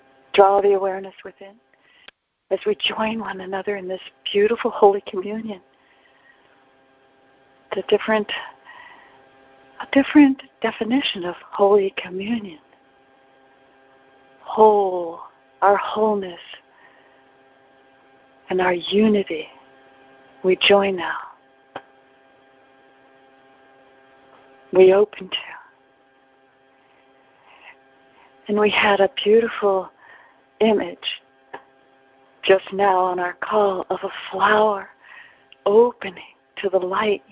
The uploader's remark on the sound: ACIM Daily TEXT Conference Call.